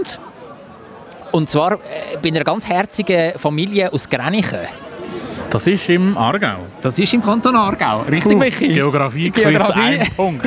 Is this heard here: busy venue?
yes